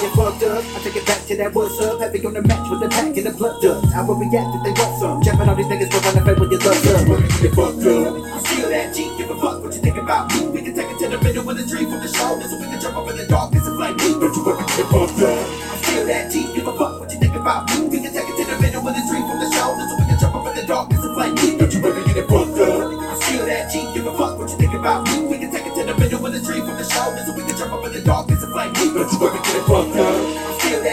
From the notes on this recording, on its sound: One Take Phone Rec.